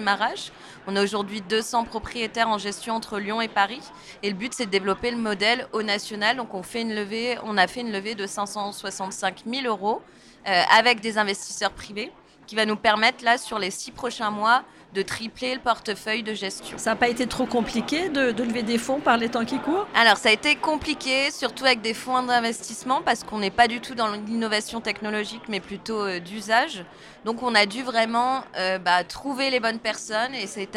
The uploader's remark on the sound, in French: Ce podcast a été enregistré à Immo, le congrès de la FNAIM à Paris, les 4 et 5 décembre 2023.